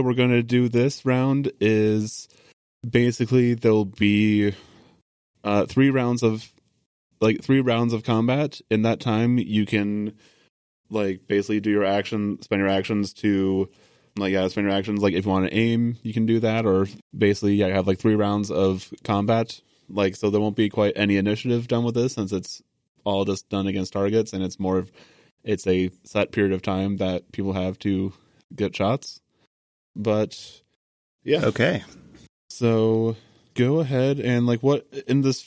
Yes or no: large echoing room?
no